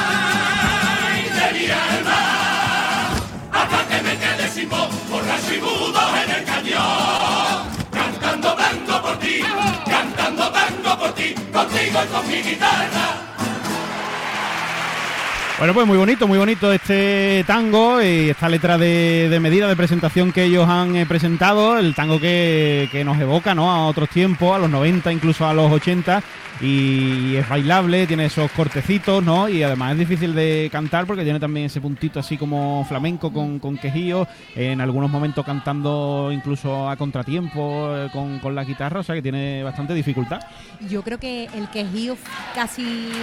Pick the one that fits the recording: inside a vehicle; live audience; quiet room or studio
live audience